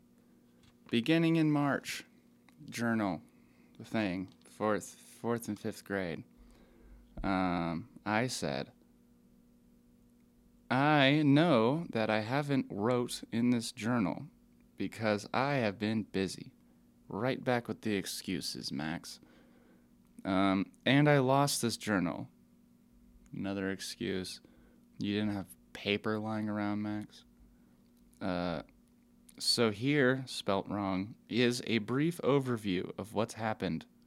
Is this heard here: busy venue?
no